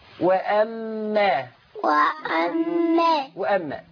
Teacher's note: ميم مشددة بالفتح أتى عليها غنة لازمة مقدار حركتين